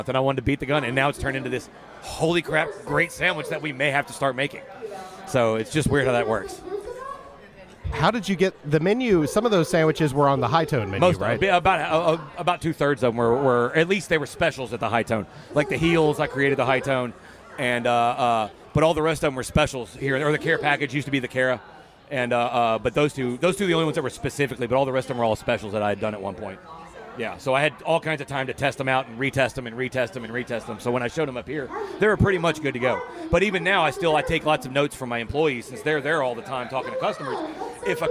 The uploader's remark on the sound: Live on the scene of the inaugural Midtown Con! At Black Lodge in Memphis, TN.